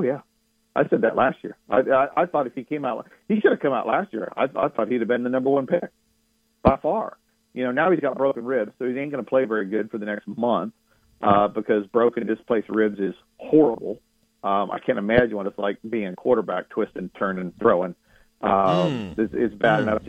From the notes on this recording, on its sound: Of Paramount Sports joins the show on the Farm Bureau guest line talking about the best bets for the weekend live in the BankPlus Studio.